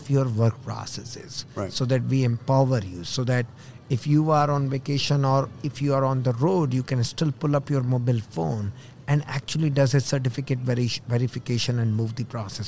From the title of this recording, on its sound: Live from SHRM 2022